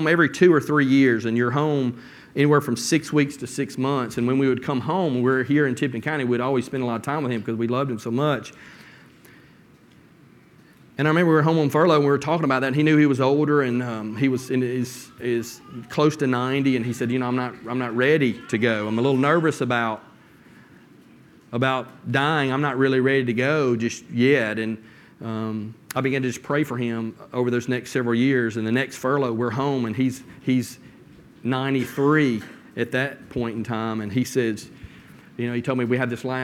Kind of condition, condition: setting, large echoing room